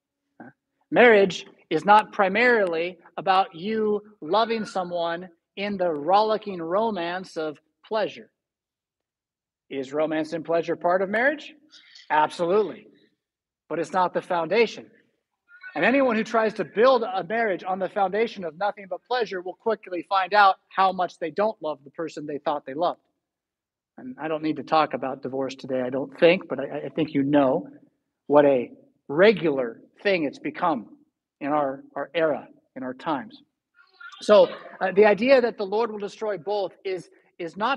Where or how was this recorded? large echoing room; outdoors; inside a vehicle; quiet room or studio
large echoing room